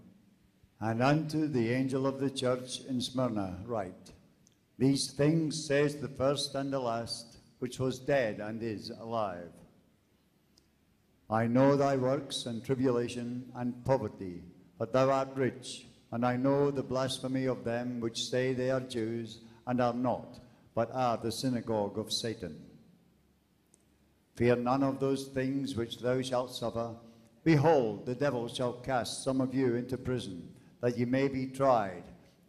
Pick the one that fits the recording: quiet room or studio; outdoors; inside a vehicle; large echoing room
large echoing room